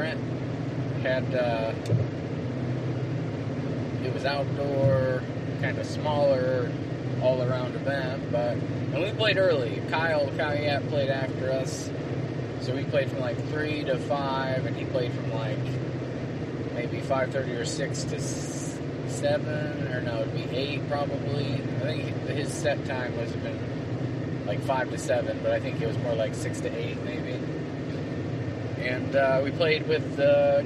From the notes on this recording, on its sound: This ones a 2 part-er and both were recorded in the car, so the audio is not great. On the way to a show.